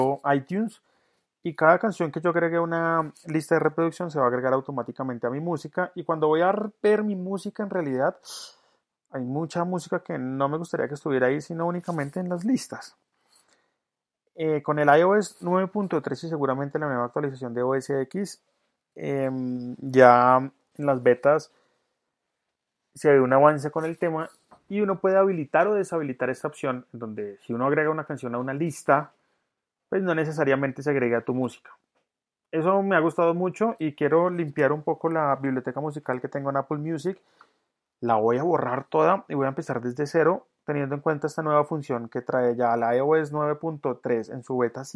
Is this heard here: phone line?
no